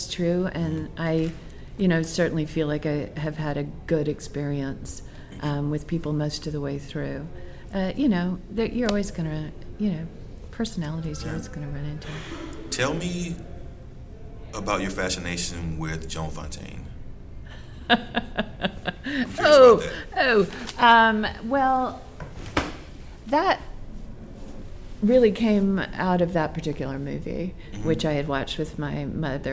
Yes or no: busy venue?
yes